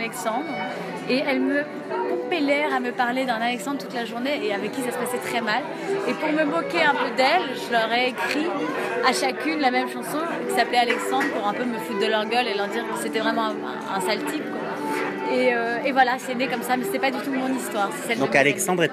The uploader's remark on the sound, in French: Terrasse Mouton Cadet - Cannes 2016